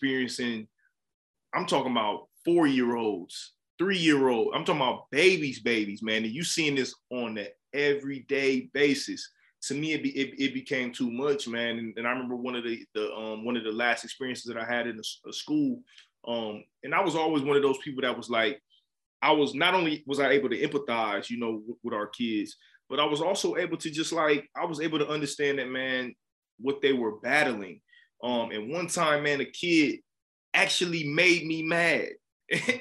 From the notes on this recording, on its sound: we virtually sat down